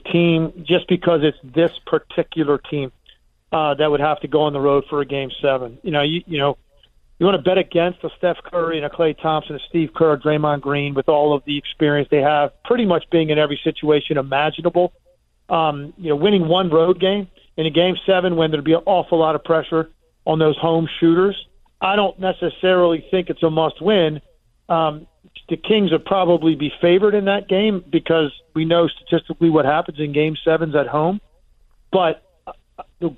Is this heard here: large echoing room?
no